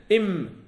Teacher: انحباس المخرجك بقوة شفتين إم أغلق المخرج لا خروج لصوت لا خروج لصوت لكنه يخرج من الخيشوم · Term: بين الرخوي والشديد